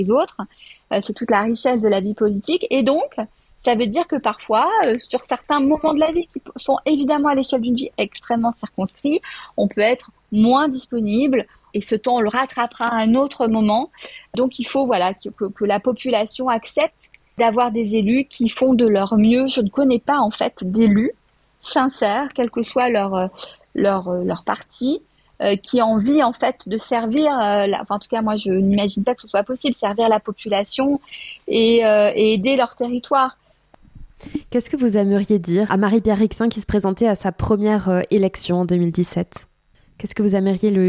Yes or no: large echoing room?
no